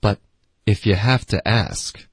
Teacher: but 记得要导致一个干脆的停顿，舌尖顶上颚，封住气流